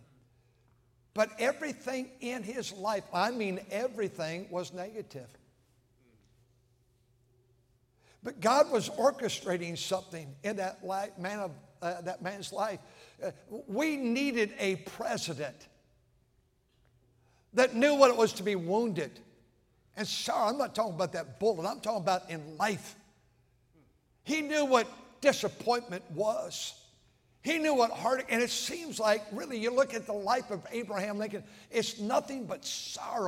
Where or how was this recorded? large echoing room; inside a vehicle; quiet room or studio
large echoing room